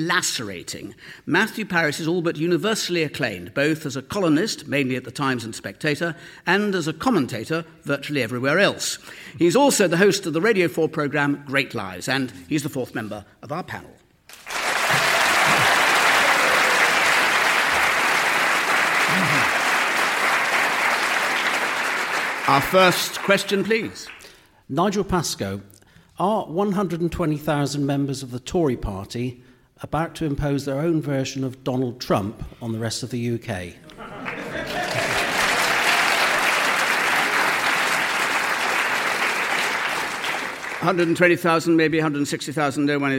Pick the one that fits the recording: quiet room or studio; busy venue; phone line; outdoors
busy venue